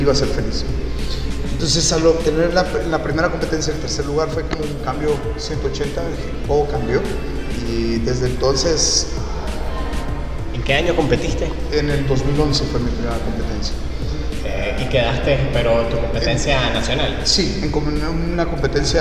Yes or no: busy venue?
yes